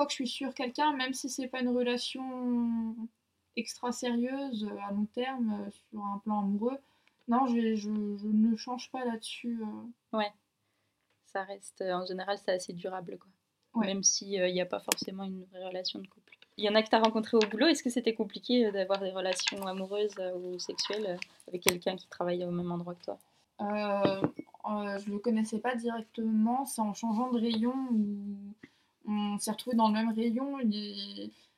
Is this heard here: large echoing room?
no